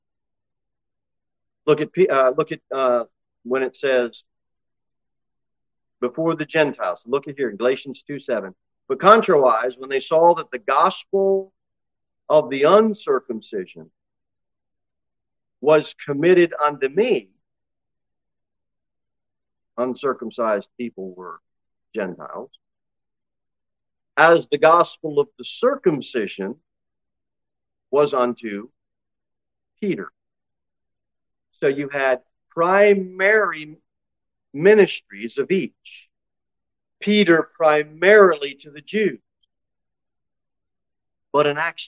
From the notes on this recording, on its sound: Sermon delivered at Pilgrim Baptist Church